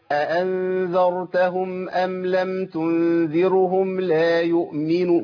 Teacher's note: كتير من الناس ده بيقع في خطا وهو ضم الراء في ام لم تنذرهم